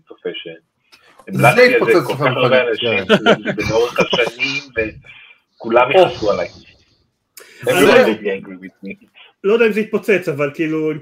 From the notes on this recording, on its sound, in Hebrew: כרגיל עבור סיכומי שנה, הפרק הזה הוקלט בהנגאאוט חי, ששודר דרך יוטיוב ו פייסבוק . בגלל זה איכות הסאונד המחורבנת, ואנחנו מצטערים על זה.